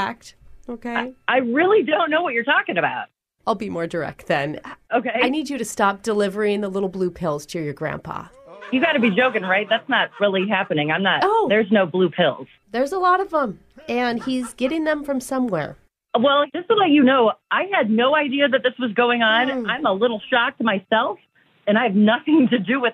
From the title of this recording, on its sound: Phone Tap